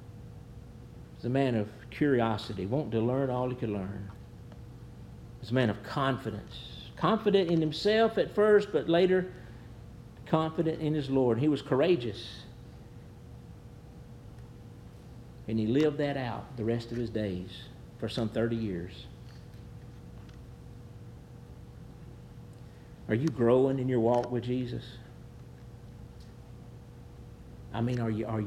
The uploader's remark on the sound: Preached at New Hope Baptist Church